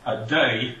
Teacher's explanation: the I-L at the end of a deuil becomes a J-glide as well